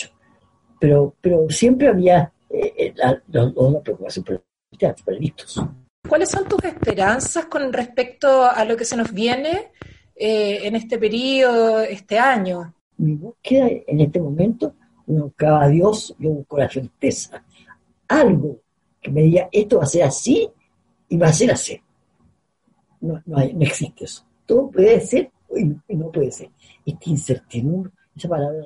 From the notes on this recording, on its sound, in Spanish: Esta es una conversación pandémica. Nada más ni nada menos que a través de zoom.